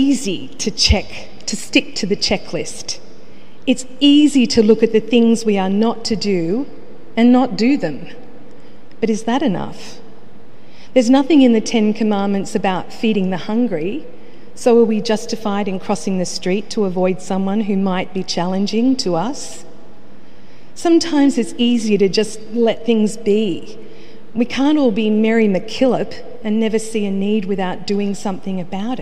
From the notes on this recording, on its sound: The homily from Sacred Heart Cathedral, Hamilton.